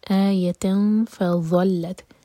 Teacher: تنوین کے بعد فا، تو فا کے لیے اخفا کریں گے، نون کی آواز کو چھپائیں گے، 2 سیکنڈز کا ٹائم دیں گے.